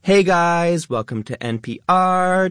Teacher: It has that up talk. It has the rising tone. · Term: lifestyle influencer accent